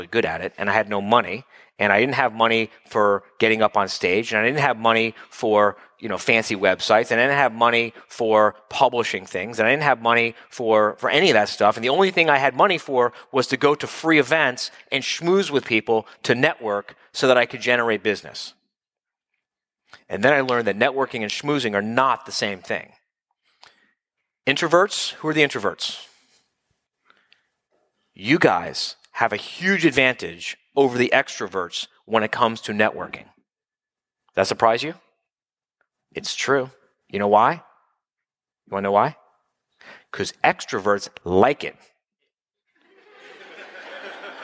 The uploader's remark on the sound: from the October Live Quarterly Meeting in Miami